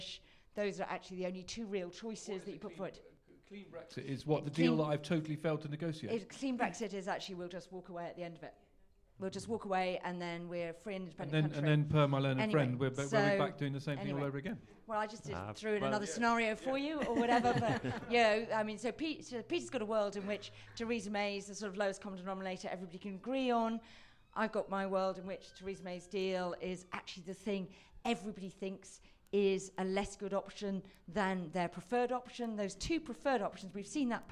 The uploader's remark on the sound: In a special live episode